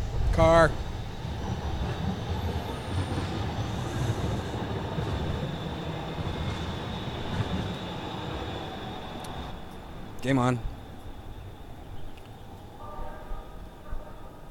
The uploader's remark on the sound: Almost Live from The Cottonmouth Club in Houston, Texas!